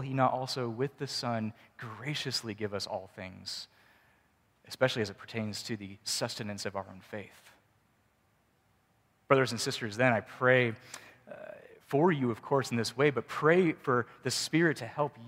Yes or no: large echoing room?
yes